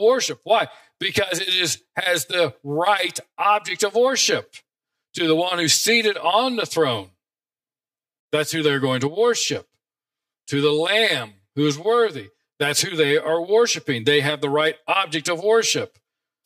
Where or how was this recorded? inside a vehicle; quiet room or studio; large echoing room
large echoing room